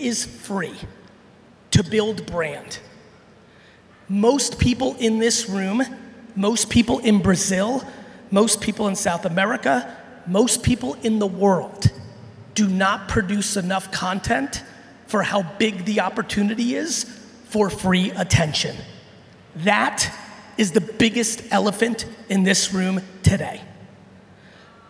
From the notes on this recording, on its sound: I'm sharing a keynote I gave recently in Brazil